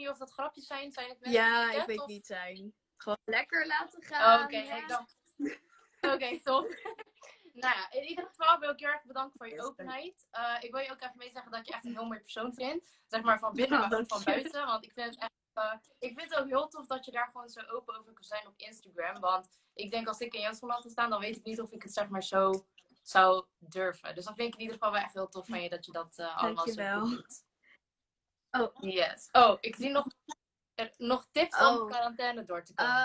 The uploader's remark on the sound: Instagram Live